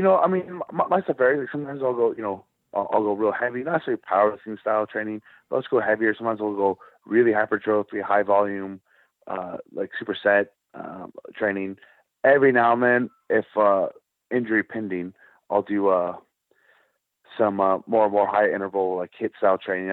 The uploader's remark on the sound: This is the full audio from the August 29, 2019 Impact Wrestling Media Call.